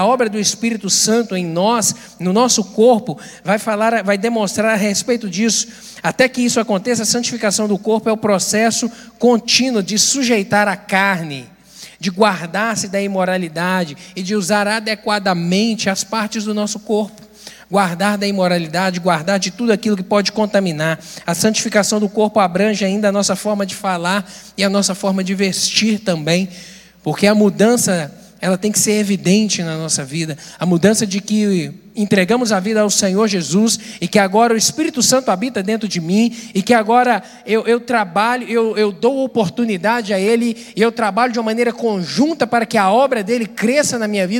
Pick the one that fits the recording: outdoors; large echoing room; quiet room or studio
large echoing room